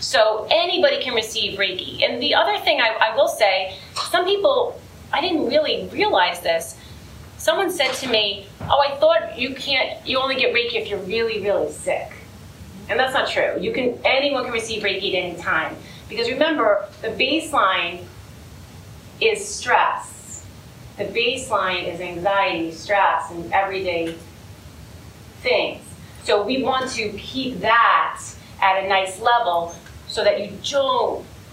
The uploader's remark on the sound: Todays episode is from a recent live event. There were 150 women who attended. Due to the nature of the live event, the recording may not be as clean as usual.